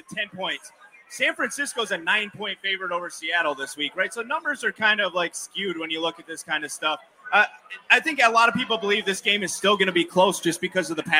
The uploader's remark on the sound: On Location at Resurgence. Live from Resurgence Brewery for the Buffalo Rumblings Beer Release.